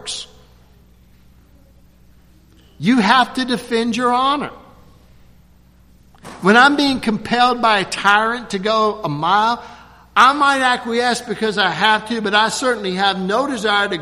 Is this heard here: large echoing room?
yes